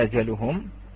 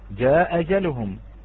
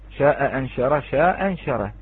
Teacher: يحذف الهمزة الأولى جاء أجلهم · Term: حذف من دون نقل